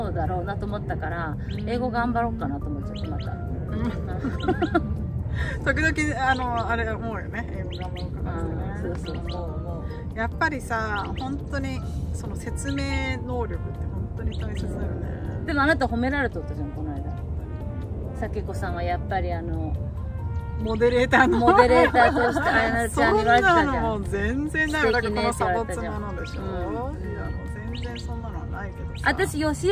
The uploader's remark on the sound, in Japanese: 今回のエピソードは屋外で緊急収録したため雑音が非常に多いです。そのレッカー車待ちの間に緊急収録をする運びとなりました。